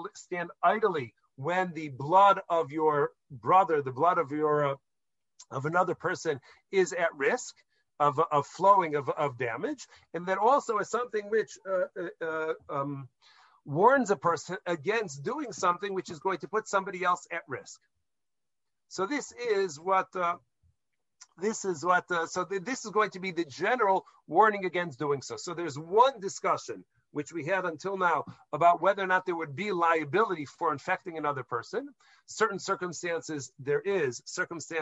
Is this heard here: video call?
yes